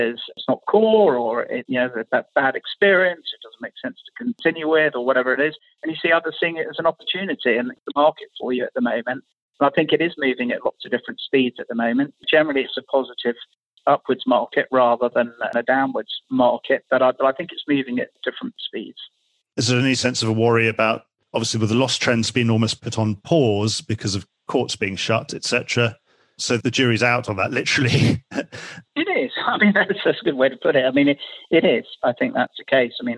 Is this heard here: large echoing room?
no